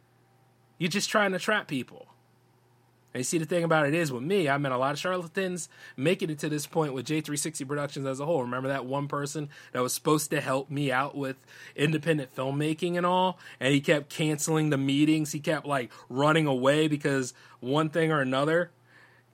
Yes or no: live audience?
no